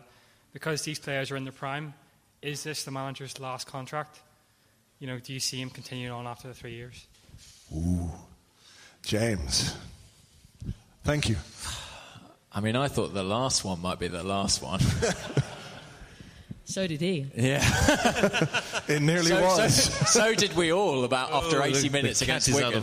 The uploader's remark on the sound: Recorded live at Union Chapel on Upper Street. We then did a Q&A with questions from audience members about all manner of things.